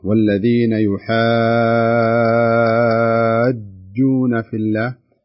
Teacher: والذين يحاجون، نلاحظ هنا أن المد مد لازم كلمي مثقل، يعني مد يمد بمقدار 6 حركات لزوما، ولا يجوز نقص هذا المد عن 6 حركات